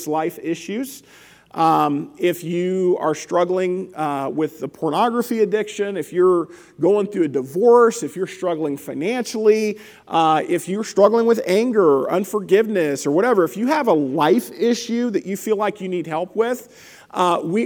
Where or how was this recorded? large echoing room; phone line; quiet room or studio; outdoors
large echoing room